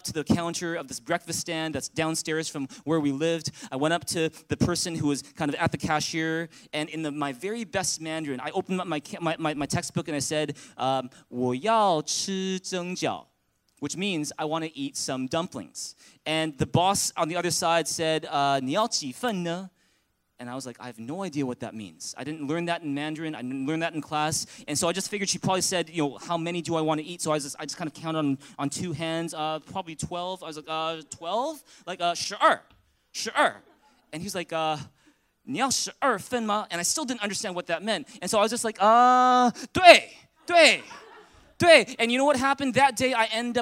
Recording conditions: large echoing room